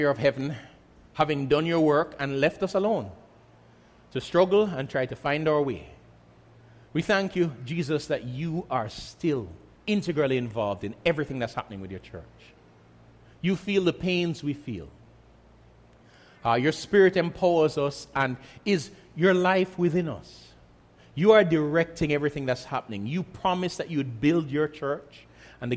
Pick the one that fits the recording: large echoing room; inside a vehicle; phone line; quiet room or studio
large echoing room